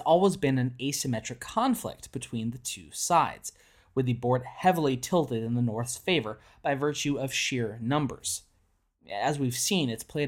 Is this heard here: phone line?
no